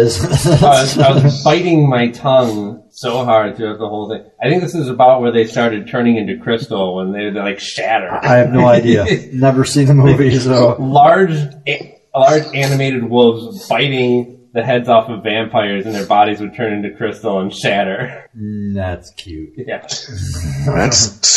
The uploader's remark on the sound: We apologize for the audio quality of this episode.